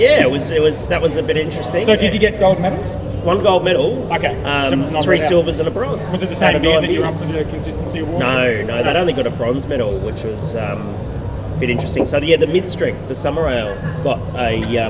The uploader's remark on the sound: Live from GABS with Big Shed Brewing